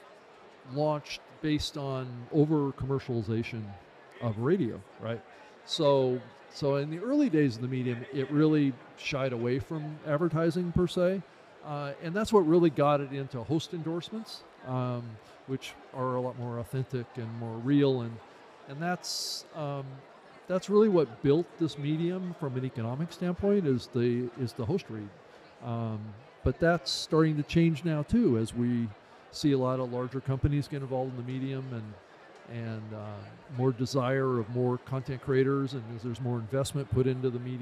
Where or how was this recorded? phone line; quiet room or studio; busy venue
busy venue